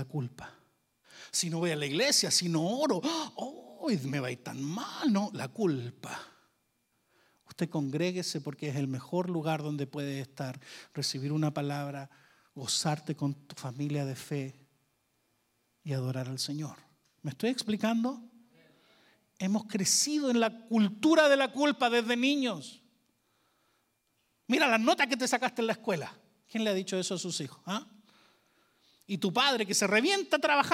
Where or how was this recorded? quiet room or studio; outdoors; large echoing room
large echoing room